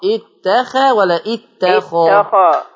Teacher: خلي بالك من التفخيم بتاع الخاء